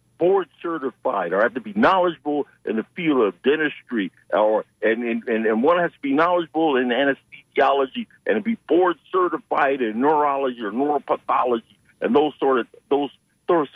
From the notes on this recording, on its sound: unique magazine format call-in show